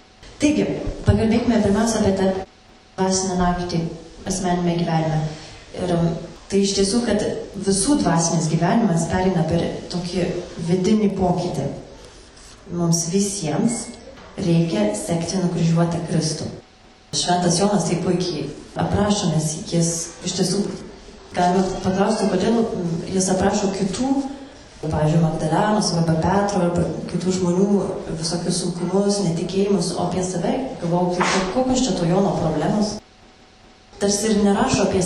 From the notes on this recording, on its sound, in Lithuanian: Įrašas iš Šeimų festivalio.